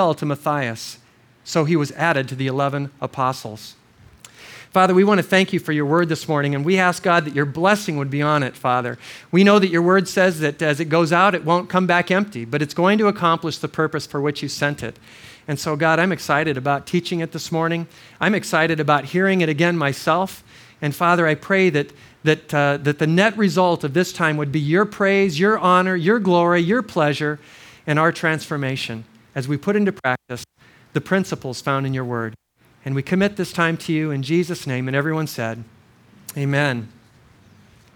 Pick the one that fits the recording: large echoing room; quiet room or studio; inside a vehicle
large echoing room